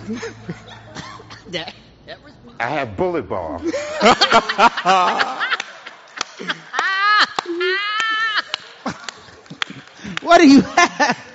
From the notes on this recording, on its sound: live at the Knight Theater in downtown Charlotte, NC